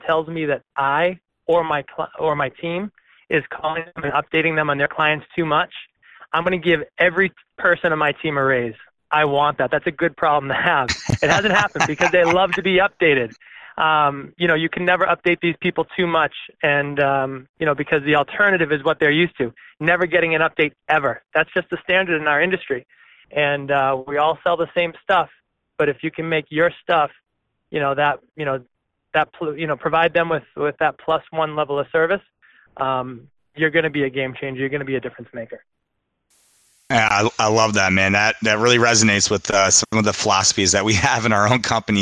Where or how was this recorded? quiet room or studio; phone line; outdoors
phone line